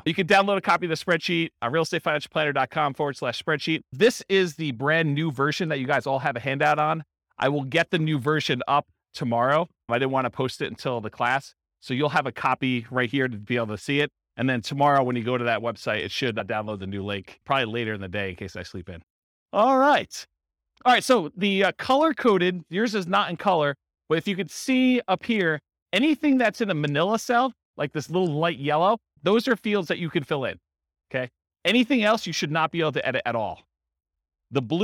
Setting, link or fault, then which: setting, live audience